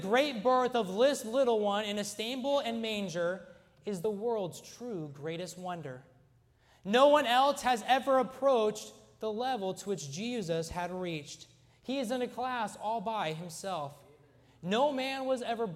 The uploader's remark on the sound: during the Wednesday Evening service on December 6, 2023, at North Valley Baptist Church in Santa Clara, California.